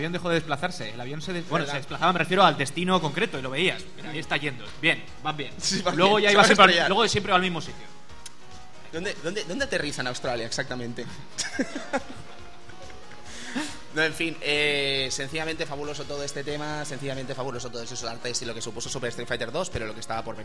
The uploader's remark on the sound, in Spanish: Programa grabado desde el evento Elche Juega.